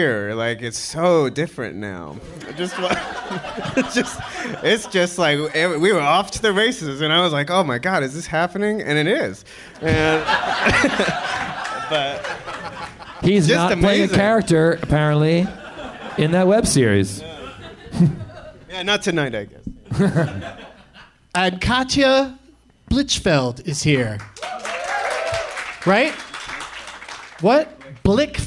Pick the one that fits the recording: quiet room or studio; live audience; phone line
live audience